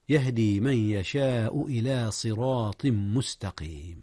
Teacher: جاء إدغام هنا يا أستاذنا. أدغم التنوين تنوين صراط في ميم مستقيم